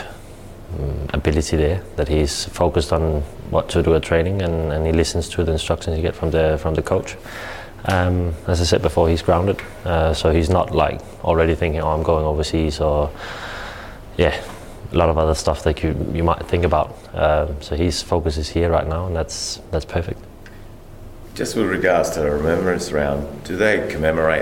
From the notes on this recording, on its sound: Press Conference. Speaks to the media at Coopers Stadium.